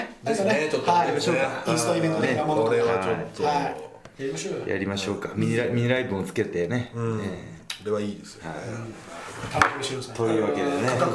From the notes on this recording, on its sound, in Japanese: 今回、機材と環境の影響で極めて音声がききづらい場合があります。